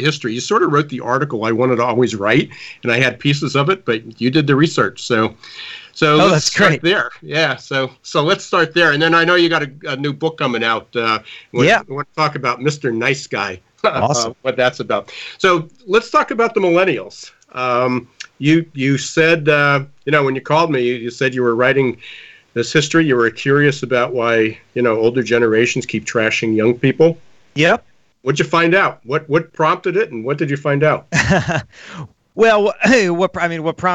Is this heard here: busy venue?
no